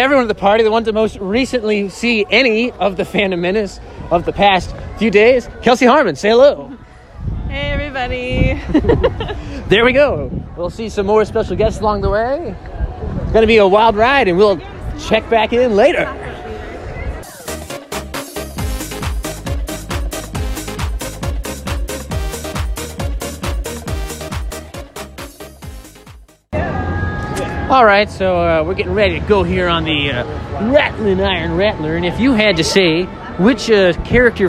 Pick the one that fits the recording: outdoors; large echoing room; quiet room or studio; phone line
outdoors